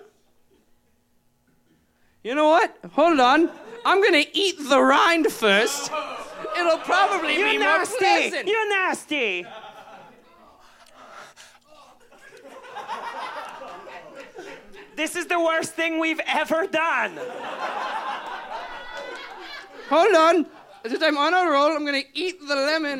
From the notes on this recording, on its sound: Presentation of our live show from 6/30/18 at the beautiful Monocle in St.